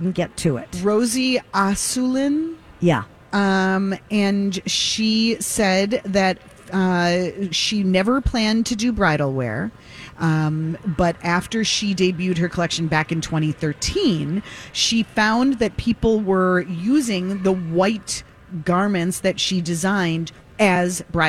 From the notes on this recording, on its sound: Live at the Rosedale Mall! Broadcast live from the Rosedale Center in Roseville!